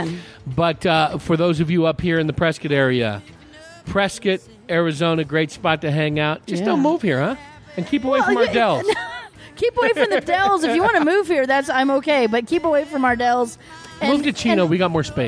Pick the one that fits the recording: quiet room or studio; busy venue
busy venue